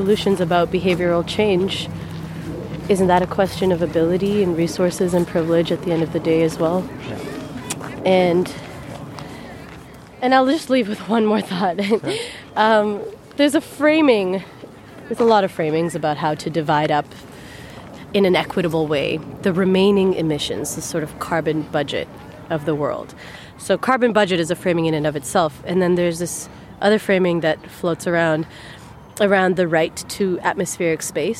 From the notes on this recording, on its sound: This episode was recorded at Trout Lake Park in Vancouver on April 2, 2021. Kindly accepted to go on a ‘soundwalk’ with me.